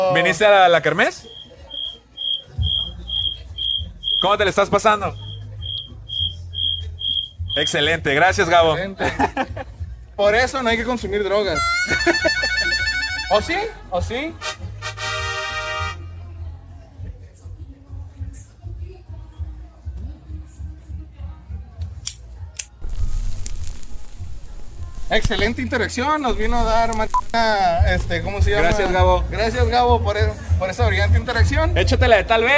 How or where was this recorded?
busy venue